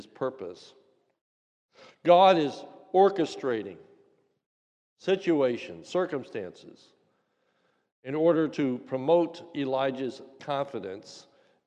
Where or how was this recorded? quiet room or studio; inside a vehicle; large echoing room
large echoing room